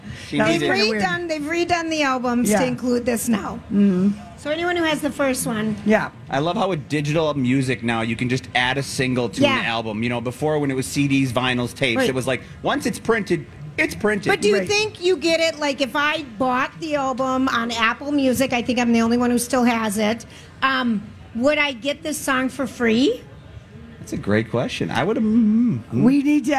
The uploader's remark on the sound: Day 2 at the MN State Fair